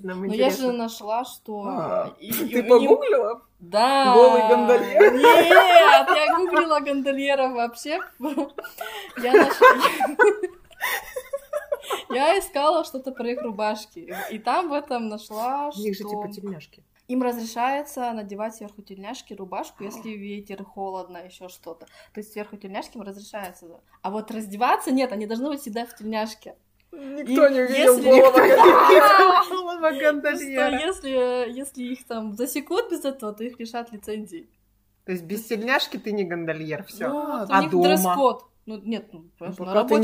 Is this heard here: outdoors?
no